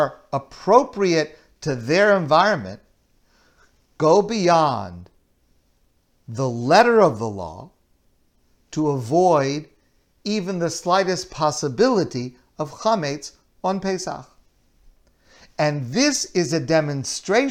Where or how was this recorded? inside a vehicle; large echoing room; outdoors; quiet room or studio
large echoing room